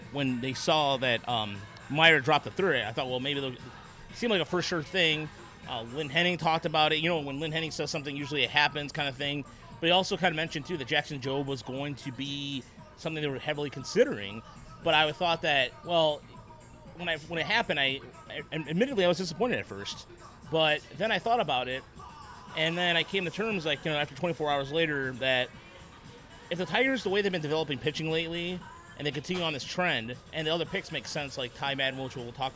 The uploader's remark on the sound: The Podcastellanos is live at Mootz Pizzeria + Bar in beautiful downtown Detroit!